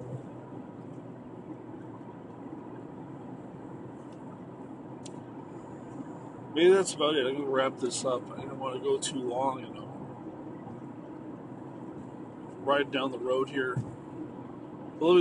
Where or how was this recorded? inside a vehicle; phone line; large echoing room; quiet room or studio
inside a vehicle